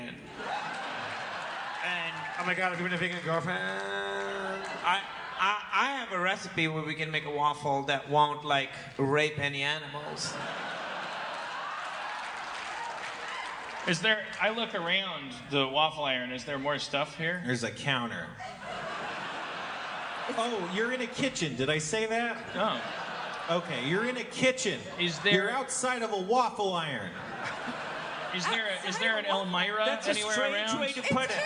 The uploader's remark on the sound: Live At JFL Toronto 2016